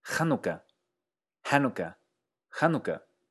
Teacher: en Argentina, en ruso y en inglés el acento va al inicio